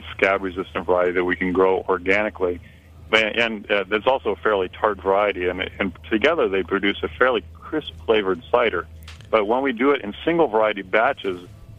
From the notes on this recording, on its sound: on the phone